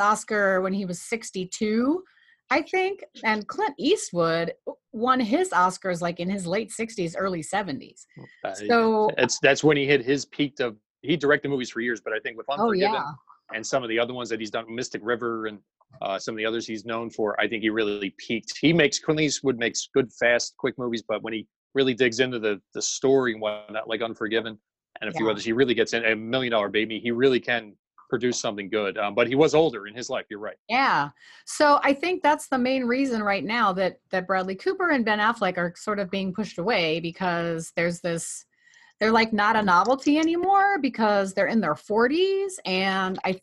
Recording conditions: video call